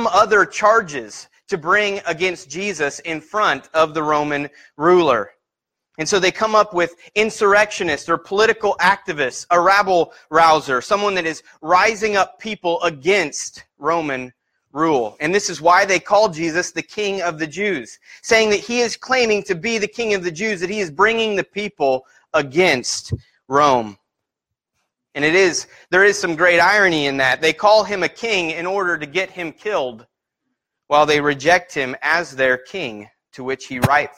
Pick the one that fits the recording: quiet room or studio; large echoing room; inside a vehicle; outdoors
large echoing room